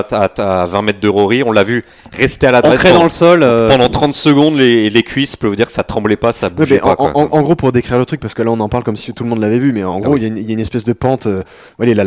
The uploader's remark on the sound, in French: Au Golf National, 78180 Saint-Quentin-en-Yvelines.